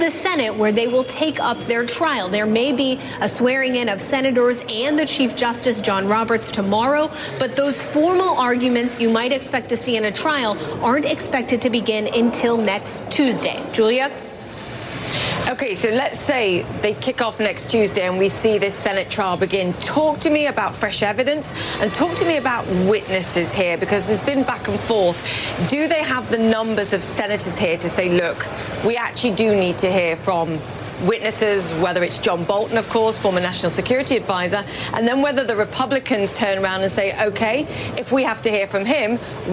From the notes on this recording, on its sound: live from the New York Stock Exchange